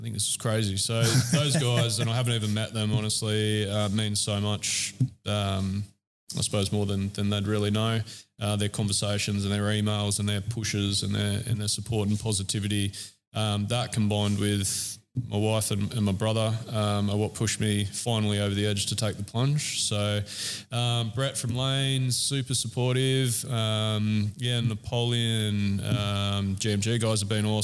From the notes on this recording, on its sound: recorded during the Grand Opening weekend of the store